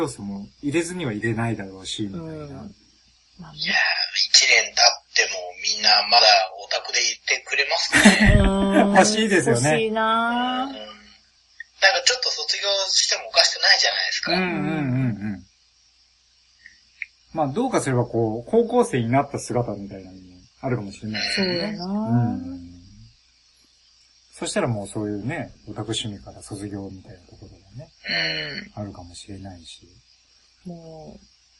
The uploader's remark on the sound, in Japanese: 今回は、収録環境の関係で音声が悪く、お聞き苦しいところもあるかと思いますが